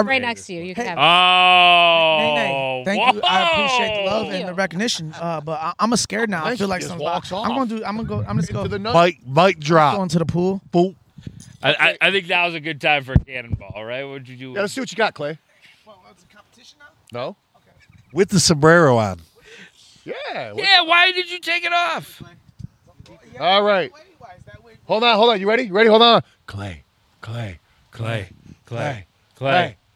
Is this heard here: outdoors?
yes